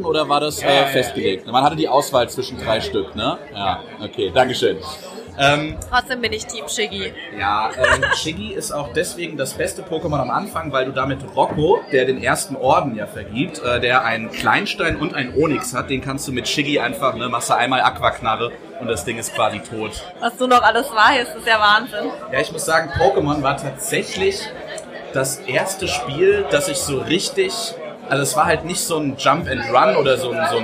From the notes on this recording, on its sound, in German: In der großen Live-Show kurz vor Weihnachten